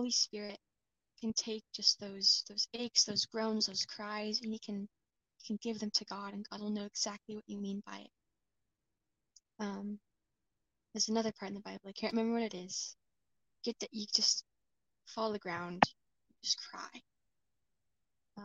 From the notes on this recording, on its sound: I desperately need a new mic